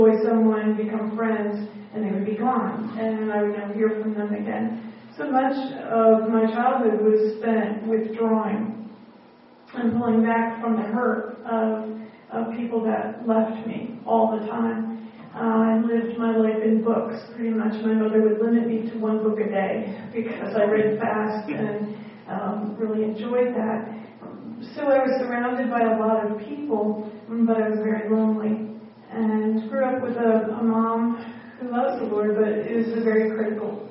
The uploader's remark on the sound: at the Grace Fellowship International Conference in Pigeon Forge, TN on March 8, 2014